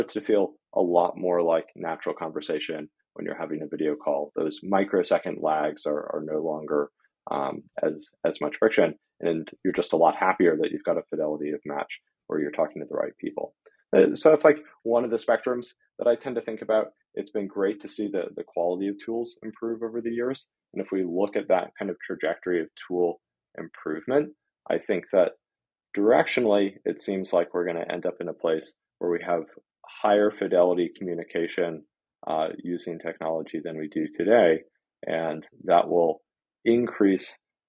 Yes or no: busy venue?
no